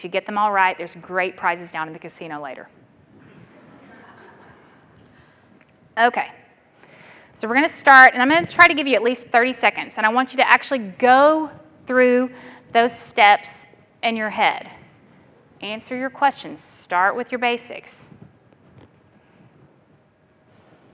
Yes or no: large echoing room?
yes